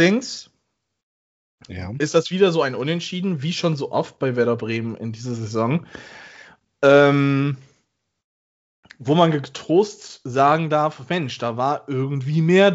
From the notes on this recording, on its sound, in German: Aufgezeichnet am 12.05.2021 via Skype